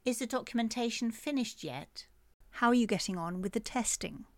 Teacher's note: Testing, yet, they both went up at the end. The intonation went up at the end of the sentence, making it seem like a question